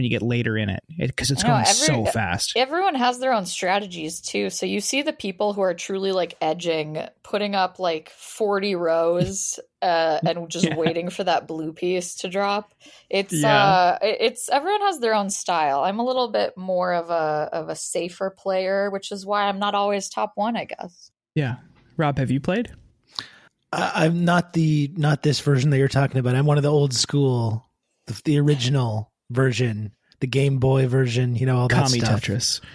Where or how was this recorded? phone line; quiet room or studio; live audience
quiet room or studio